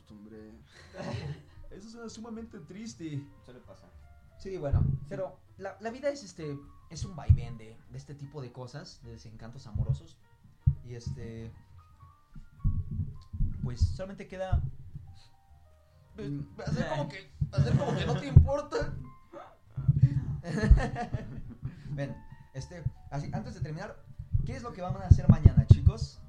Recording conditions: poor sound quality